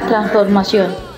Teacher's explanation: Es una palabra aguda porque tiene el acento en la última sílaba y se le marca tilde porque, como nos explicaba la profe Jenny, termina en N.